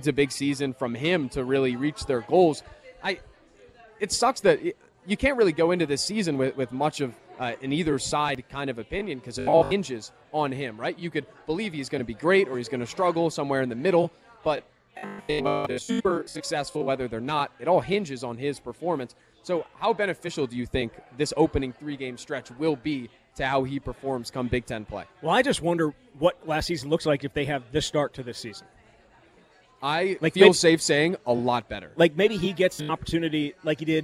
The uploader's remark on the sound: live from Monk's Bar and Grill in Sun Praire